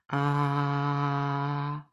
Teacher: das A ist der offenste Vokal. Da geht der Kiefer möglichst weit auf.